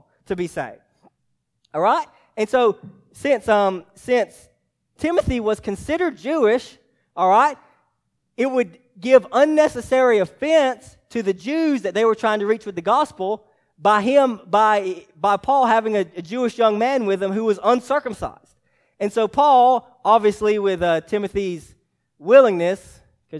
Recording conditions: large echoing room